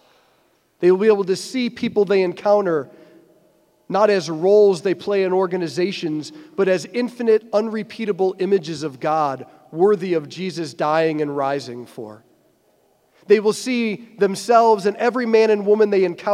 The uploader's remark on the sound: preached this homily on April 16, 2023 at St Basil the Great Catholic Church in Brecksville, OH